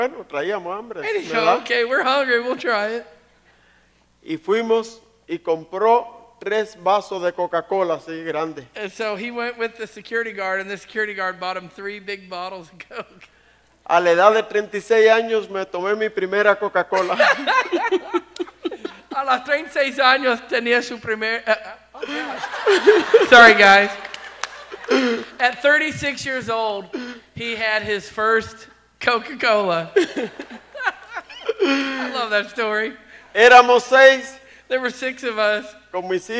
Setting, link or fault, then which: setting, large echoing room